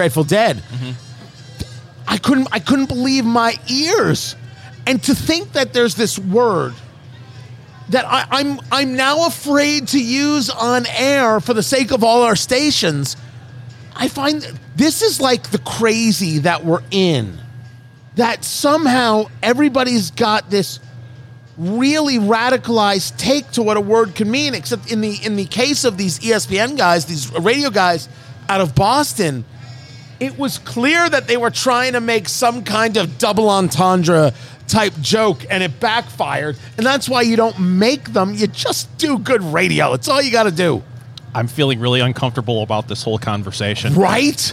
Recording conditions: busy venue